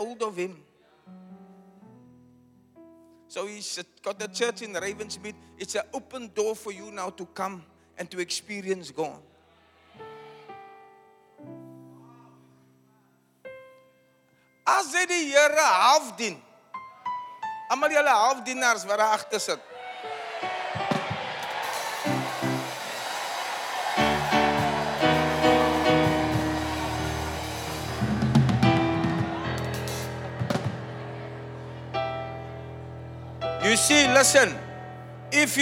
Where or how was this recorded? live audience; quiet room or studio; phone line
live audience